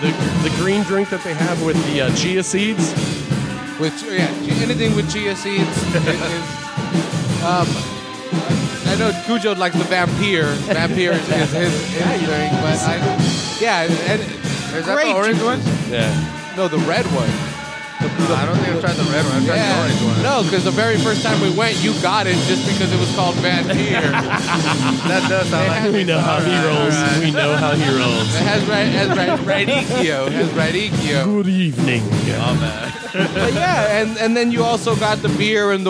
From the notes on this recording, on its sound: Seaside Open Mic. This episode was recorded at the Press Club in Seaside. They are hosting a monthly open mic every first Friday of the month so we went to check out the first one of the year.